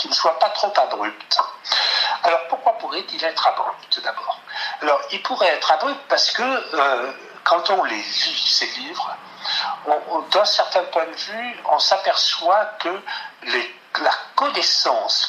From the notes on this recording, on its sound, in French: Je m'excuse pour la qualité du son de cet épisode (problème technique).